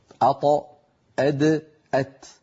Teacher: والطاء والدال وتاء منه أي من طرف اللسان، ومن عليا الثنايا يعني من اللحم الذي أعلى من الأسنان العليا. أط أد أت. فهذه الثلاثة الأحرف من مخرج واحد.